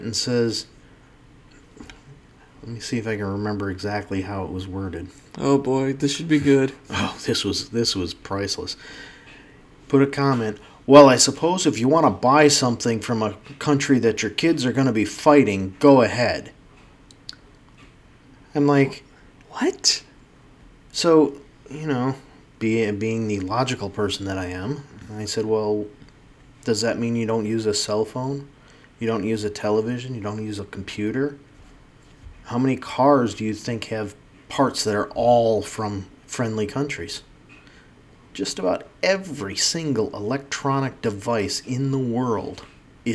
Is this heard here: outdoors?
no